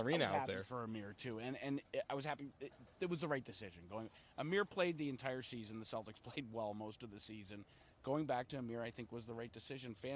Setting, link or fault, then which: setting, busy venue